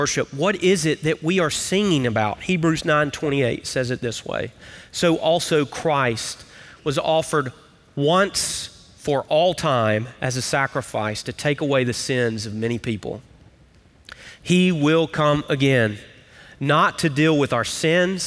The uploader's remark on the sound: Recorded live at Brookwood Church.